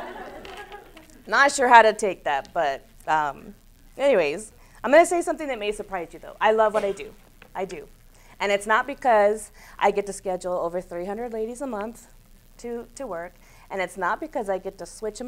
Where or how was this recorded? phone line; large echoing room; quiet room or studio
large echoing room